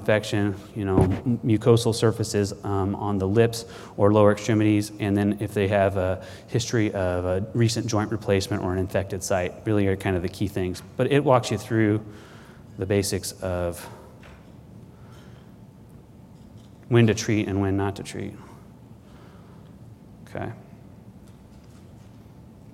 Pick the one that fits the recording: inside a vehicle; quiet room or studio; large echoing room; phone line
large echoing room